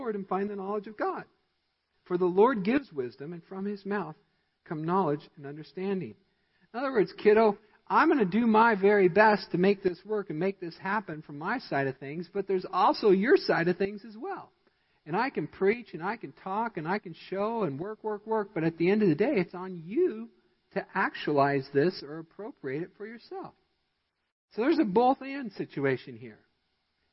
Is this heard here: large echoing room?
yes